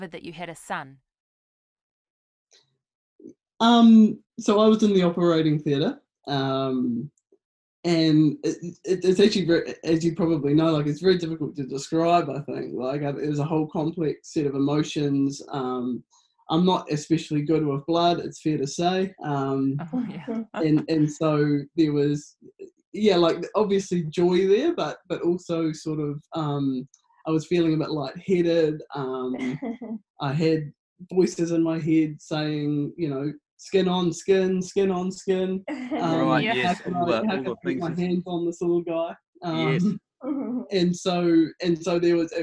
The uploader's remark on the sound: broaden out the Zoom call